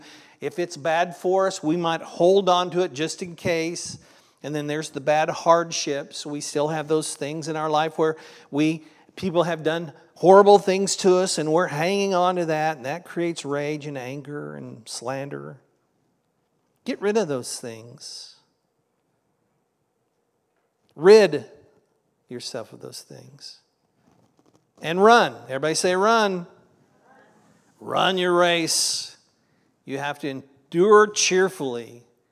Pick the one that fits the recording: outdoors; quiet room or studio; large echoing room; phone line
large echoing room